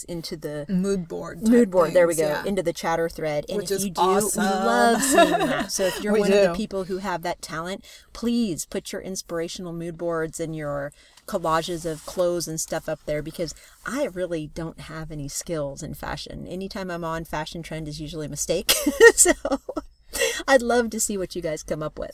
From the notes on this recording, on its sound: we record in the redwoods